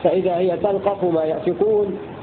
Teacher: وفي الكل تلقف خف حفص، روى حفص بسكون اللام وتخفيف القاف في لفظ تلقف